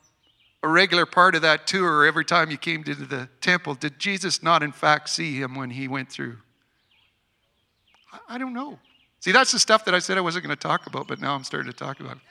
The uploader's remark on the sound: Today's gathering marks our first Outdoor Service and audio recording from high atop the Knutsford Hills. A small group of people from among our Vineyard family and friends gathered to share in worship, teaching and prayer.